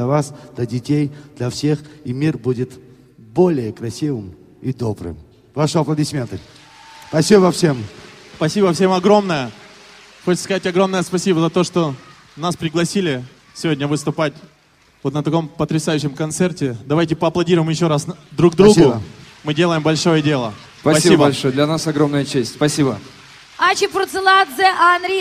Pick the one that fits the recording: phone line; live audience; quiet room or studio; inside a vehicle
live audience